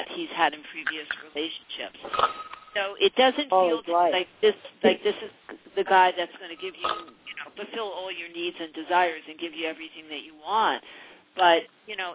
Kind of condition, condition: link, phone line